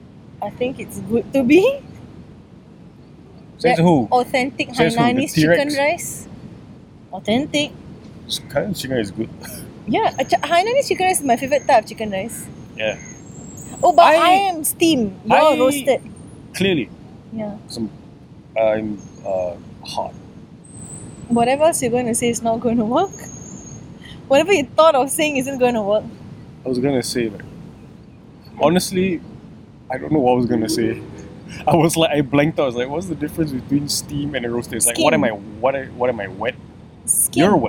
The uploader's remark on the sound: Live from the grass in front of Singapore's Victoria Theatre and Concert Hall